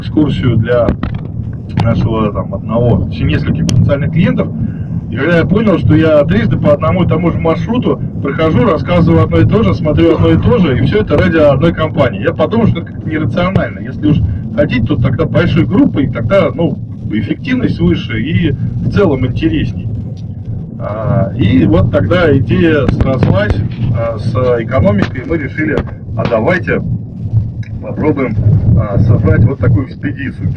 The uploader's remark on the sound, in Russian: Записали эту экспедицию на диктофон. Качество звука так себе.